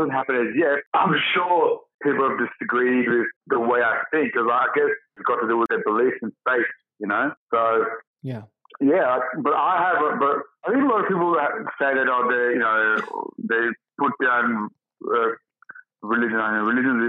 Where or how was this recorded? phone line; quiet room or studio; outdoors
phone line